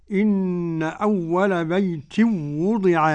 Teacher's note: قرأ خلف عن حمزة أو عن سليم عن حمزة بعدم الغنة